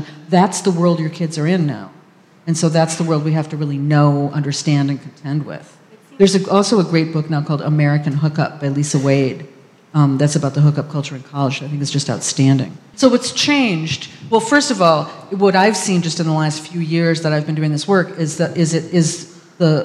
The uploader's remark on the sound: discussion with a live audience